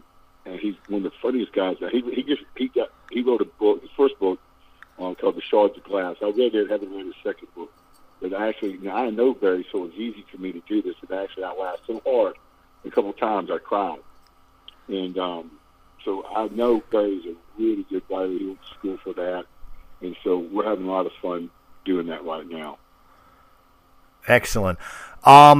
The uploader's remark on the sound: over the phone